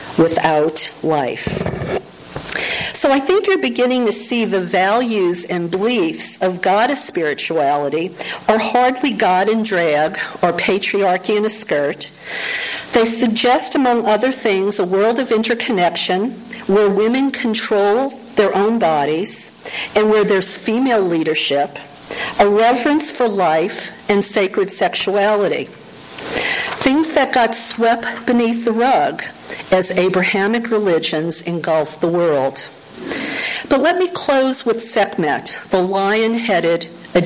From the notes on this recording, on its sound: Pre-recorded talk I gave. I had the pleasure of being invited to address the congretation at Emerson Unitarian Universalist Church in Canoga Park, CA. The audio of that talk taped live during the service.